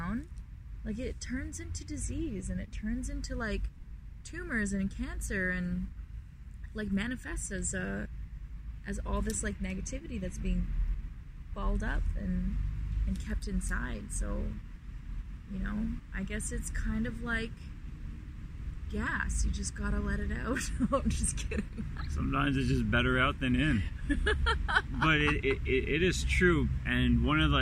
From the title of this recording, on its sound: Carcast